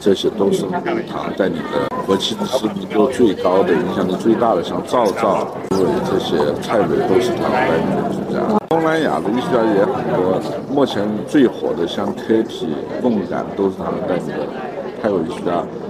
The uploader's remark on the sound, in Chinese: ART021现场快问快答。现场观展客人众多，杂音较重还请听众谅解。本次我们特别邀请了Art021现场的画廊主理人等接受我们的快闪提问与部分作品导览解读。